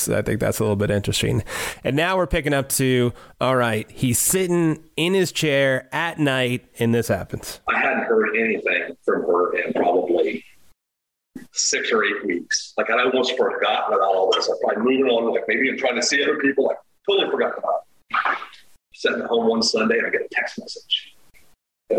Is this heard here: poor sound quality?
yes